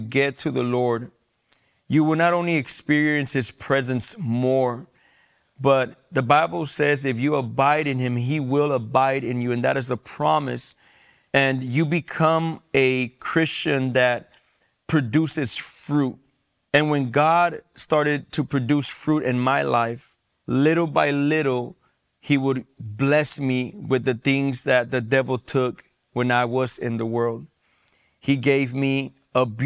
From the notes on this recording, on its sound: Testimony Recorded in Tebernaculo De Fe Church in San Diego California